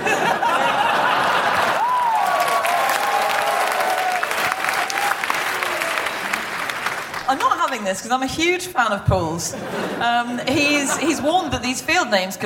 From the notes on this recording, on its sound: Live from Amsterdam